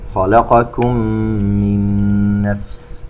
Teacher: ميم ساكنة وبعدها ميم إدغام مثلين صغير